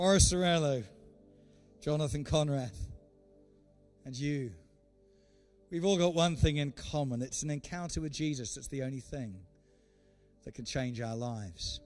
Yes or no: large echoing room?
yes